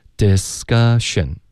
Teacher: Discussion,科的音我们浊化为歌。